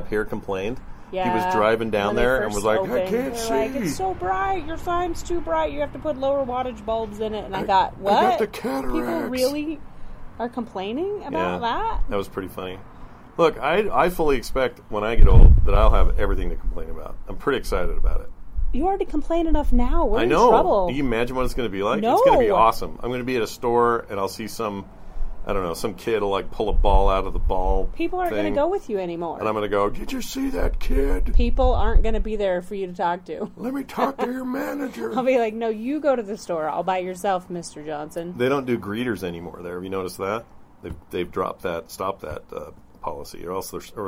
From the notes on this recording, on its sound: outside and the mic had a lot of wind and it annoyed me